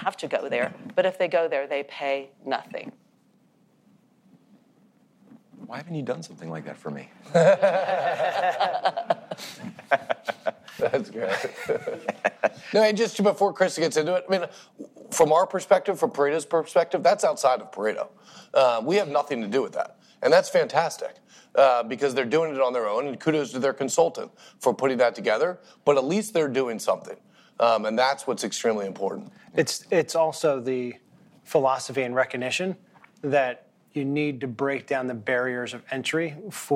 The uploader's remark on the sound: We took the bold step of recording this episode before a “live audience” at our recent Paradigm and Structure Members’ Meetings.